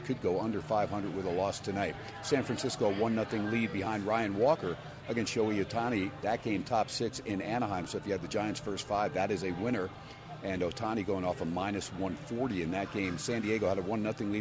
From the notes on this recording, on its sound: "Live" from #SteinersPub in #LasVegas. SPORTSXRADIO HUMP DAY AT STEINERS PUB.